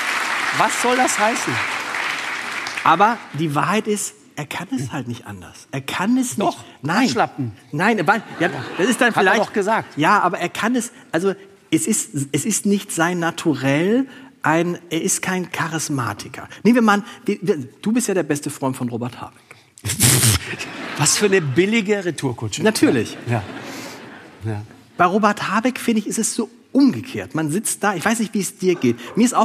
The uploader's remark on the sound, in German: Im Hamburger Thalia Theater vor 1000 Zuschauerinnen und Zuschauern. Herausgekommen ist ein Live-Podcast.